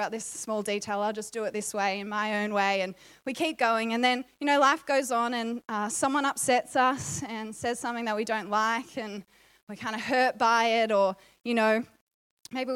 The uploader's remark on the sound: Recorded sermon